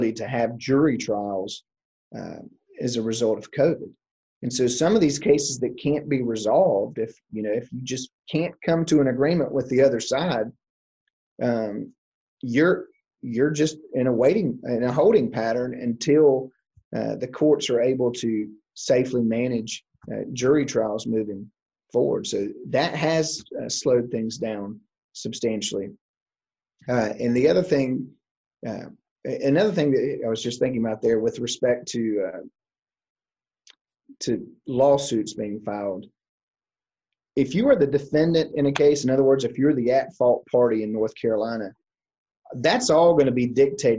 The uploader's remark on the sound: This episode was originally recorded as a Virtual Seminar on January 12, 2021.